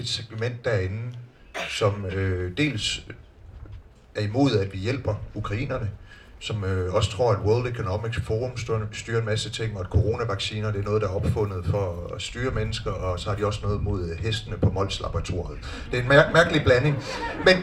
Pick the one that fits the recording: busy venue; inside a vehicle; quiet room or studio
busy venue